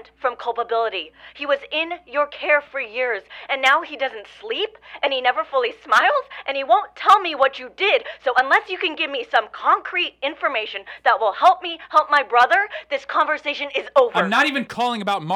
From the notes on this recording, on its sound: Phone conversations